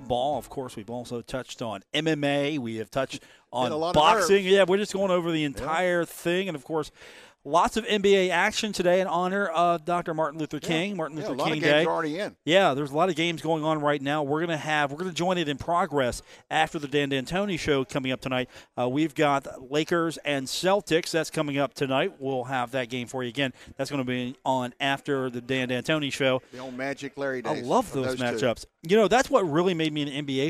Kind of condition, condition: setting, busy venue